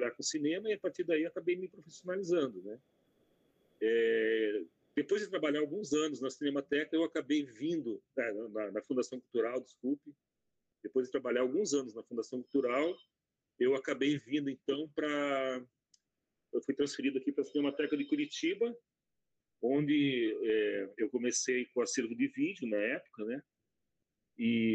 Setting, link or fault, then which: link, video call